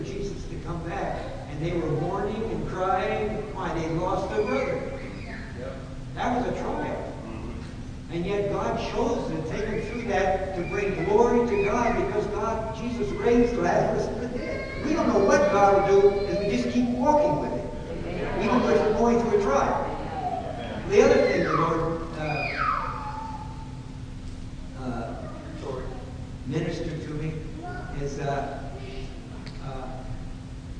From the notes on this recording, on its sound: Unfortunately we experienced technical difficulties during this session which resulted in a poor quality recording.